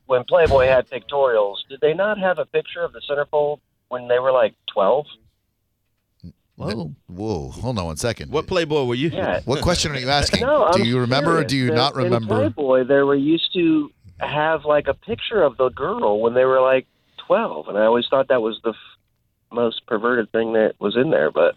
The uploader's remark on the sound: called in to a radio show